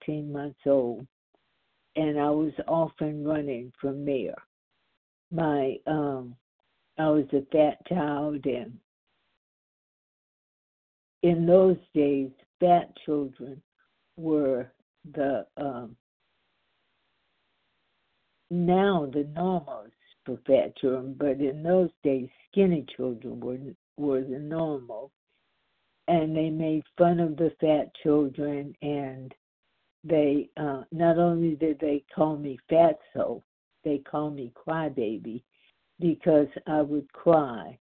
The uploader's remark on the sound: the 100 Pounders Phone Meeting